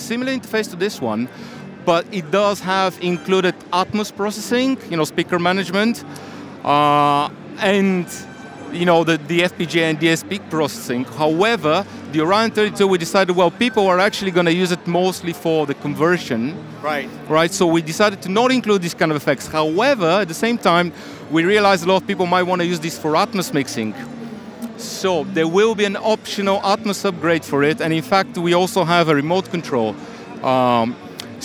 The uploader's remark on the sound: With NAMM 2023. All of the guests for this episode were recorded on my recent trip to NAMM 2023.